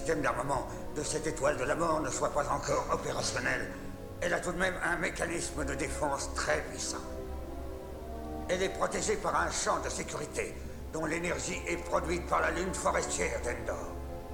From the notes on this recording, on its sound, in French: Dans le cadre des Journées Relais Exposciences proposées par le Cirasti Exposciences. Du club Robotronik du lycée Champollion de Figeac. Enregistrement dans le hall du Lycée Champollion, plateau radio mobile du RADIS Sound.